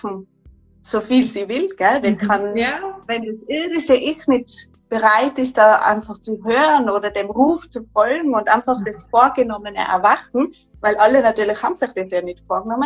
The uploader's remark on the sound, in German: Live-Interview auf Instragram